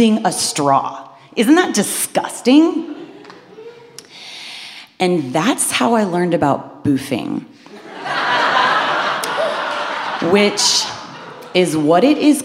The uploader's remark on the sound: Live From San Francisco.